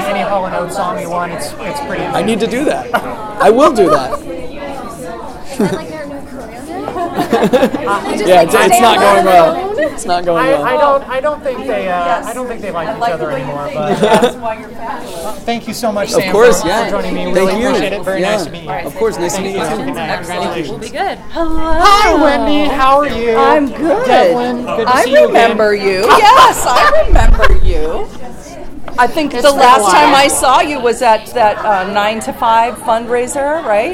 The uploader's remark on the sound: Live from the purple carpet at the Paley Center for Media in Beverly Hills, CA